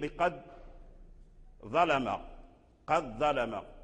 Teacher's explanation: وقارب مثل به بقد ظلم، قد ظلم، الدال مع الظاء من حروف المتقاربة، فالدال يخرج من رأس اللسان وأصول الثنايا العليا، والظاء كذلك من رأس اللسان وأطراف الثنايا العليا. إذن فالدال والظاء يخرجان من الثنايا العليا، الثنايا يعني الأسنان، الثنايا الوسطى، الثنايا هي الأسنان التي جاءت في الوسط، هناك ثنايا عليا في الفم وهناك ثنايا سفلى في الفم أيضا.